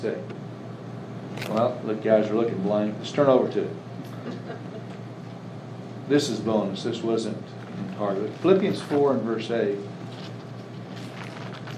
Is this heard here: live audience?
yes